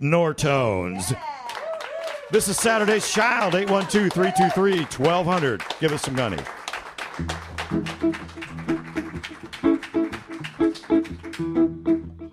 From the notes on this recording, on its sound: Live from the Monroe County History Center. Joined a Fund Drive edition of Saturday’s Child.